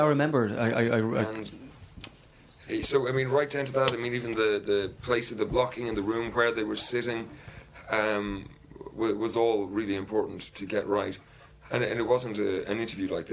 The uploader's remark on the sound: Kerry Film Festival 2018. We're coming to you from the Kingdom of Kerry, at the Kerry Film Festival.